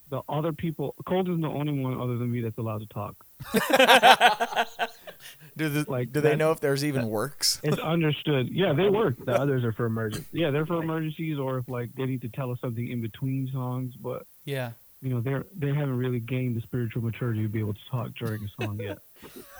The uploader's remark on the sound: talk on the phone